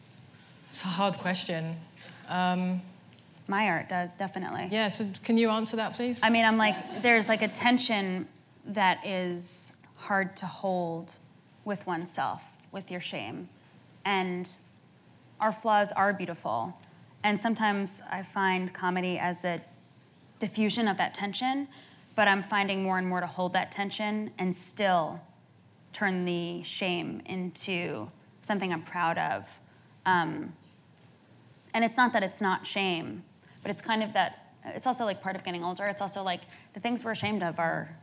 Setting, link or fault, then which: setting, live audience